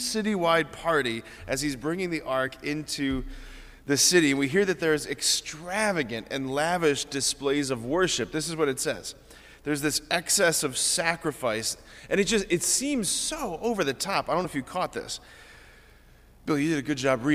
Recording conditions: large echoing room